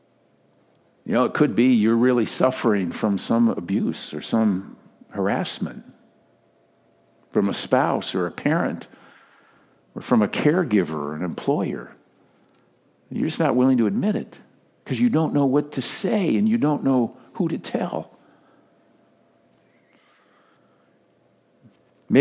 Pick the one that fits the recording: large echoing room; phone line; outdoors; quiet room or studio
large echoing room